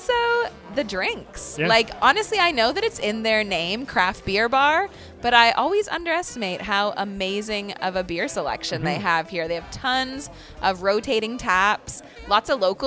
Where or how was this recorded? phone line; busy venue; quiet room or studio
busy venue